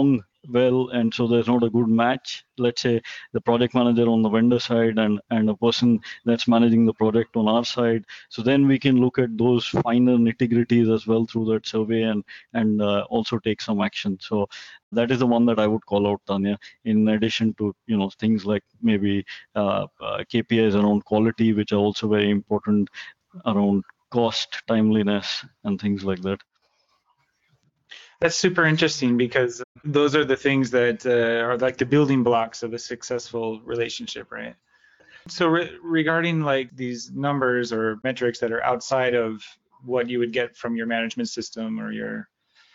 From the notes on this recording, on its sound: This podcast episode is the recording of an online experts panel.